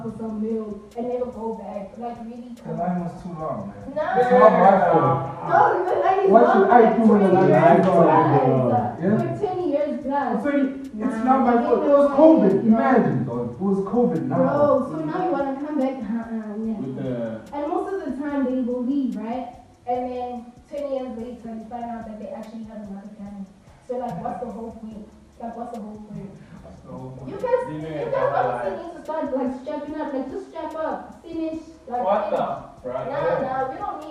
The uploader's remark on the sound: Due to technical difficulties the audio quality has been affected we would like to apologize for the inconvenience